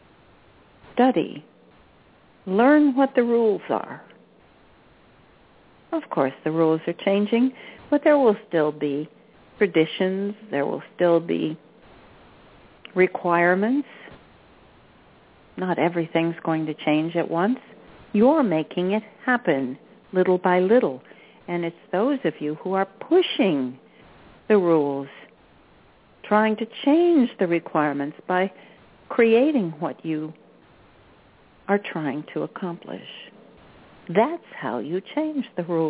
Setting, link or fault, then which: link, phone line